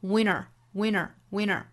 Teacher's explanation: 都是有这个 t 的音略掉，前面的鼻音去跟后面元音连读